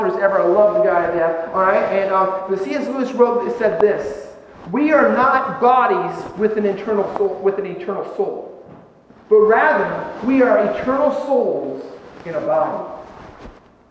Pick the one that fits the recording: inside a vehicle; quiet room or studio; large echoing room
large echoing room